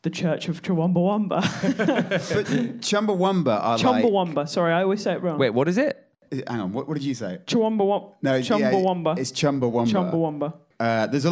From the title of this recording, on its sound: Live in Edinburgh